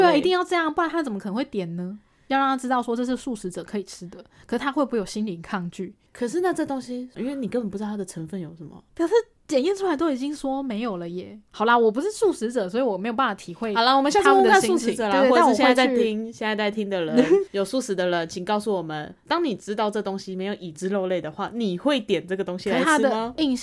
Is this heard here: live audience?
no